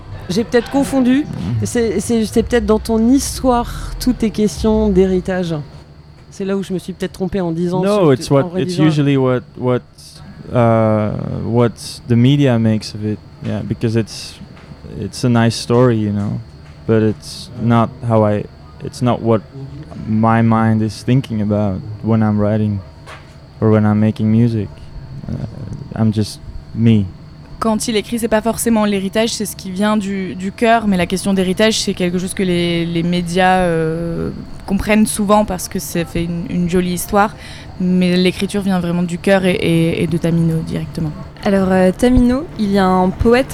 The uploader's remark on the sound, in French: L’Amusicale au Festival BeauRegard 2023. En direct de l’espace presse du Festival Beauregard 2023 à Hérouville-Saint-Clair (14) avec les radios associatives musicales en Normandie de L’amusicale.